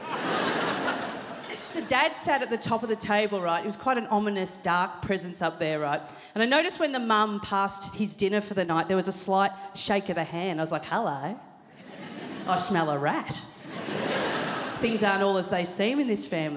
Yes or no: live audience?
yes